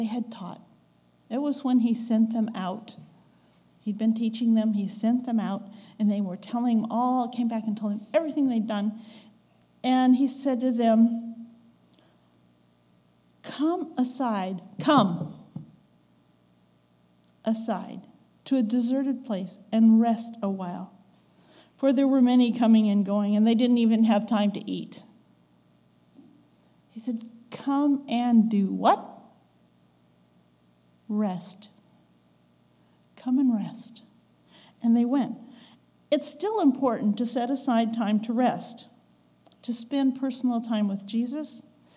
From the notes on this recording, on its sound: recorded October 15, 2022, at the Ringgold Seventh-day Adventist Church